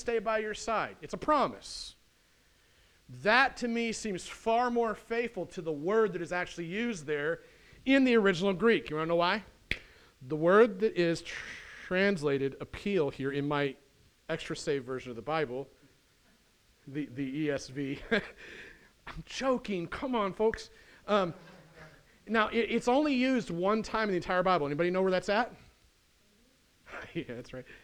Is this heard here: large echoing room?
yes